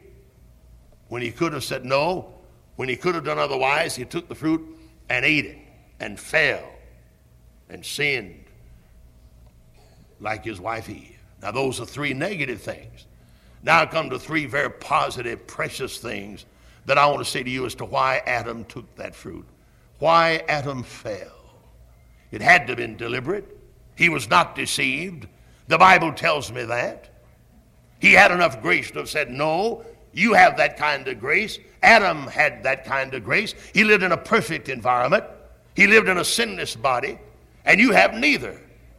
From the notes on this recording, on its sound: Originally preached at Tabernacle Baptist Church in Greenville, SC on February 3, 1974.